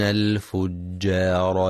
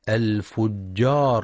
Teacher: ينتبه القارئ لبينية العين وتحقيق مخرجها من وسط الحلق، يعلمون، فلا يقرأ يعلمون بتسهيل العين يعلمون أو تغيير مخرجها، وينتبه لترقيق الجيم والألف في كلمة الفجار · Shown in: first take · فلا يقرأ الفجار.